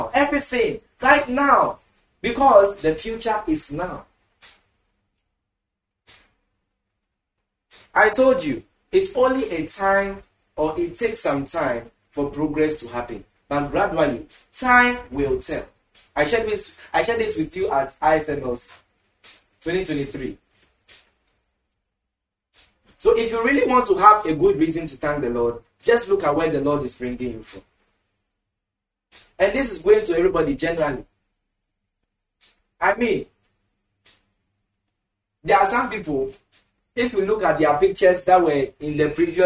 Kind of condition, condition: setting, large echoing room